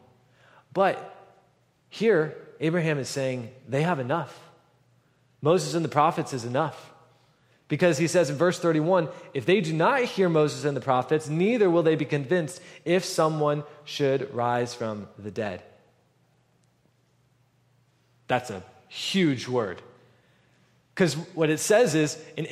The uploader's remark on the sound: at the November 12, 2023 Sunday morning services of Boca Raton Community Church in Boca Raton, Florida